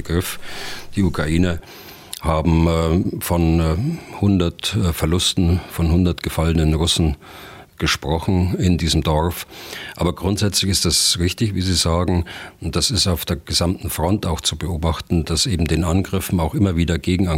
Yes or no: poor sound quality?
no